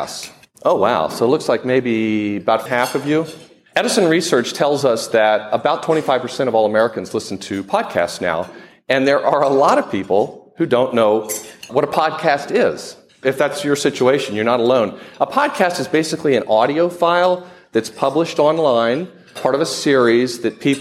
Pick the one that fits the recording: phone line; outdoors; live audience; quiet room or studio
live audience